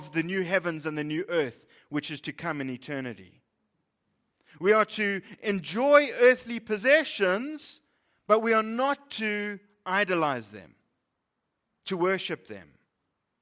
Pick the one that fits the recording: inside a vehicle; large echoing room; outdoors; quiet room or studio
large echoing room